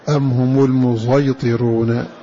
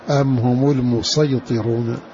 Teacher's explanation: فقوله رحمه الله تعالى وصاد كزاين، المراد هنا به الإشمام، أي خلط صوت الصاد بالزاي بحيث يتولد لفظ لا هو صاد ولا هو زاي · Shown in: first take